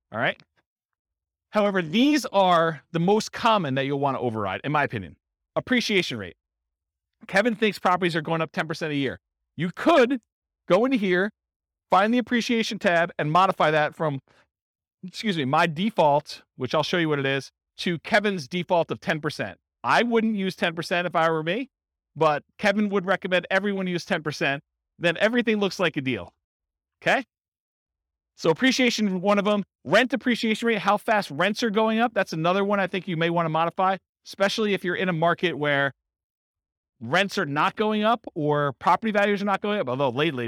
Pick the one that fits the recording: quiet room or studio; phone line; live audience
live audience